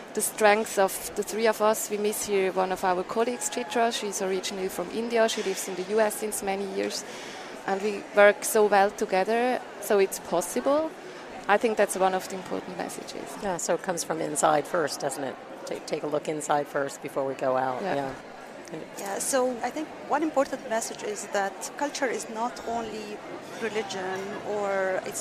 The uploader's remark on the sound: At the Alliance for Continuing Education in Healthcare Professions 2018 annual meeting